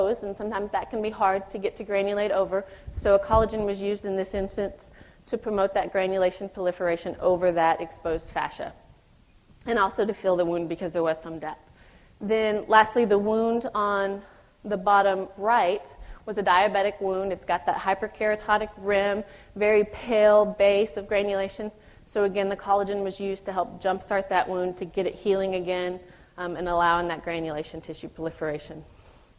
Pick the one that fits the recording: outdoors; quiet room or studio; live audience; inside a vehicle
live audience